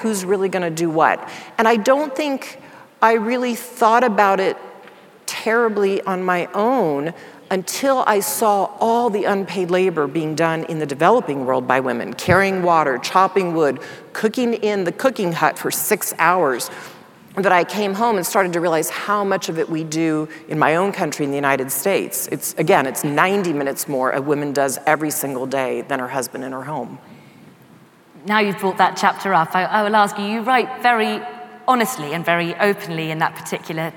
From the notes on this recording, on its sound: In front of a live audience in London.